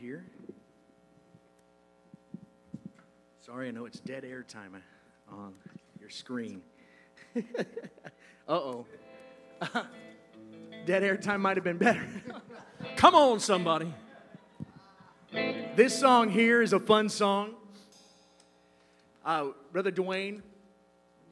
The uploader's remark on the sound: Live Concert